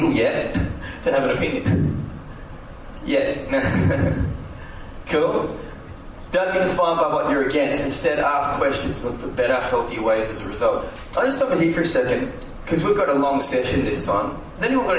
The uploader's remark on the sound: recorded live at the session